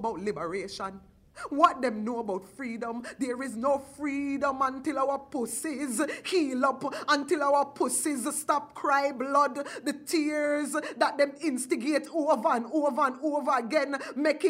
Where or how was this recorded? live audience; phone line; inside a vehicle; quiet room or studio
live audience